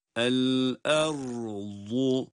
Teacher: vat harfi de kalın kendine has mahrecinden çıkarılan bir harf